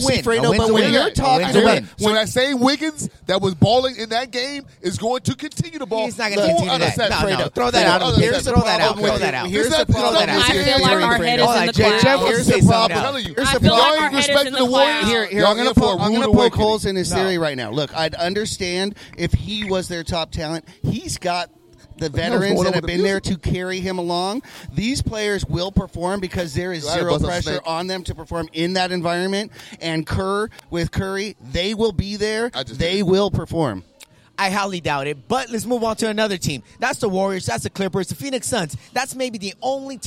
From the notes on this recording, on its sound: LIVE - From DragonFly Hollywood. The guys are live at Club Dragonfly in Hollywood, California.